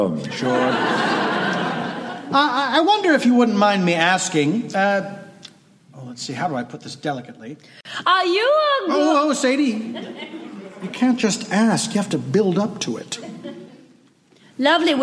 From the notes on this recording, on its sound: Recorded Live 5/23/2015 at the Opera House in Wellington, New Zealand.